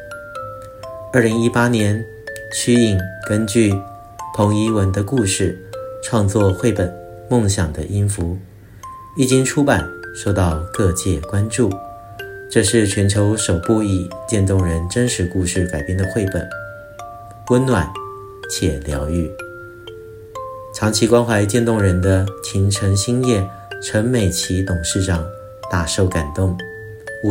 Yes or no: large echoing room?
no